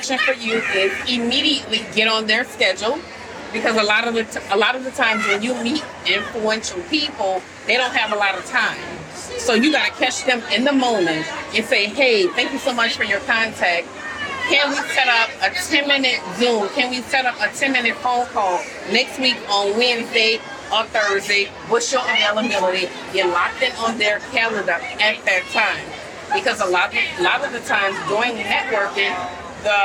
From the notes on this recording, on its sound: We recorded an impromptu podcast of the Med Spa Club at Essence Fest in their BeautyCon booth! We recorded an impromptu podcast of the Med Spa Club at Essence Fest in their BeautyCon booth!